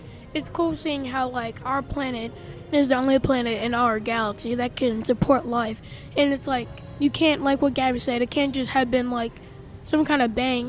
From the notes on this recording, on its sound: LIVE from the Creation Museum Day 2